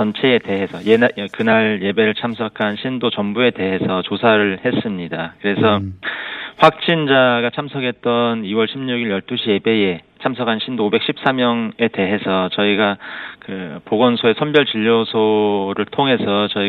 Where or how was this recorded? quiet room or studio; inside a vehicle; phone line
phone line